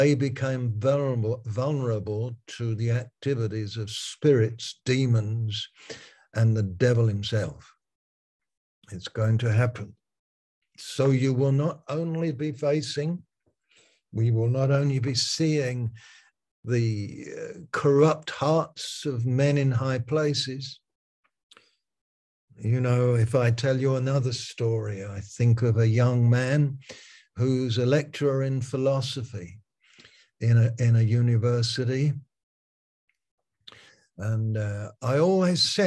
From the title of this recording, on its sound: Malaysia Meets (Zoom)